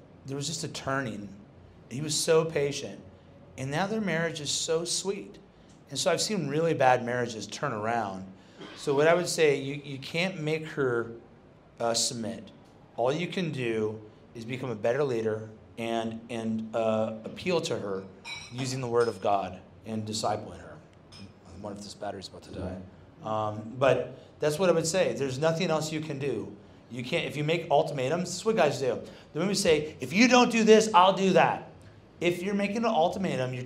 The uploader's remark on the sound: hosted on the night before Stand Firm Conference 2023 at a bespoke Men's Muster held in Fortitude Valley, Brisbane.